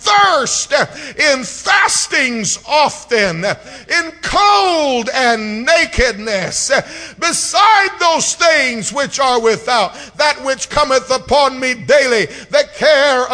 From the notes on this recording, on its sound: preached at FPC of Sulphur, LA